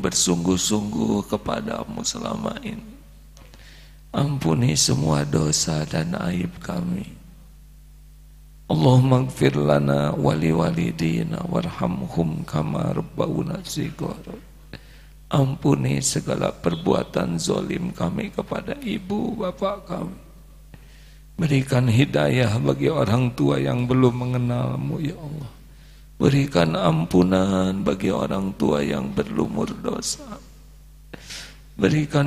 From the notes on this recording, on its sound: live dari Masjid Daarut Tauhiid Bandung